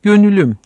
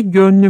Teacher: Mesela gönül ve üm birlikleri yan yana gelince gönülüm yerine gönlüm şeklini alırlar. Yani orta derecedeki ü vokali düşer. · Shown in: second take · Bu orta hece vokalinin düşmesi hadisesidir.